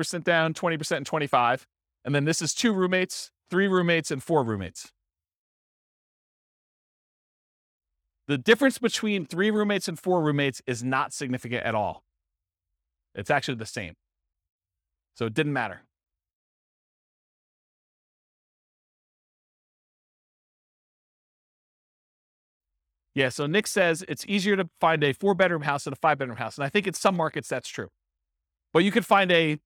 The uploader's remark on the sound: This was a live class recorded